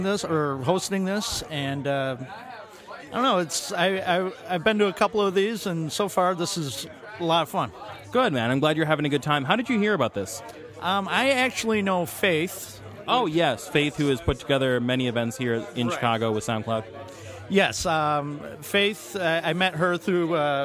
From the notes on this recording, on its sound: Broadcasting live from SoundCloud Global Meetup Day at the Music Garage. Checks in with attendees of the event.